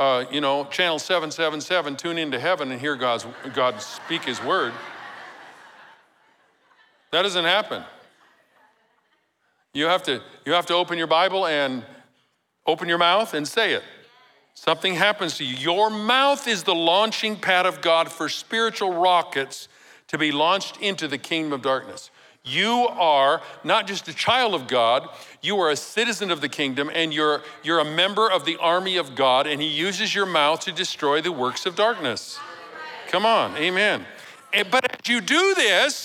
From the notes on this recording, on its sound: Recorded live at Capital Church in Meridian, Idaho on December 3, 2023